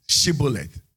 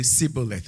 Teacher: the people could not say the sh sound, so they would say Sibboleth, and that meant they were not part of, they were not one of them.